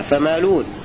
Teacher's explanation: كلمة فمالئون لابد من ضم اللام بعد حذف الهمزة